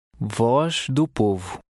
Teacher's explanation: The Z will have a sh sound.